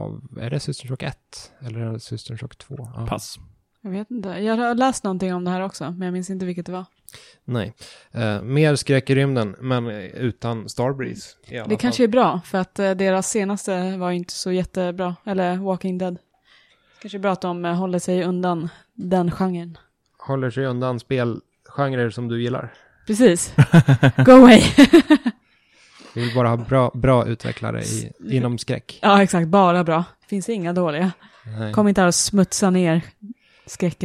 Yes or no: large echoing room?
no